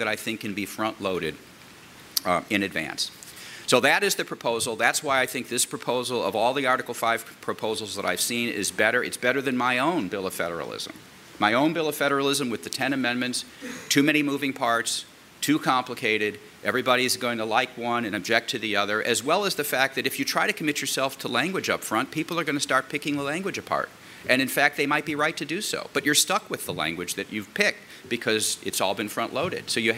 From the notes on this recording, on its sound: At a 2014 panel given before a group of state legislators